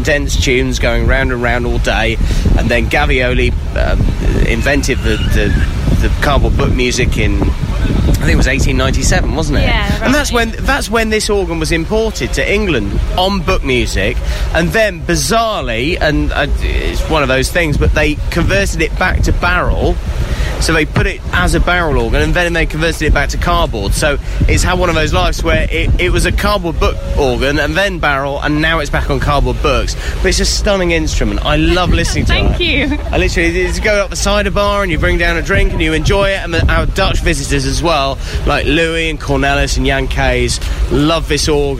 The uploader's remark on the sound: Outside Broadcast from the Great Dorset Steam Fair